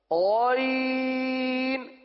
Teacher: گاف کی طرح نہیں پڑھنا غین حلق کے اندر اتار کر پڑھنا ہے